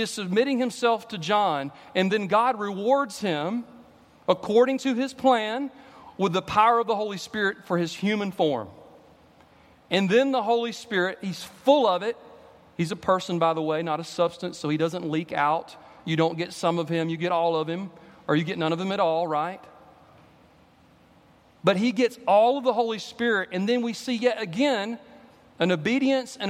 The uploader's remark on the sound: At Redeemer Presbyterian Church in Charleston, SC